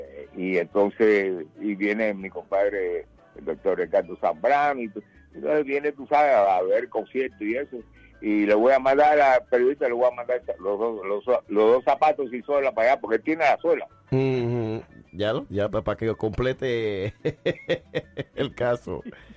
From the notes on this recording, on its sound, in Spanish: Una conversación telefónica más adelante en el programa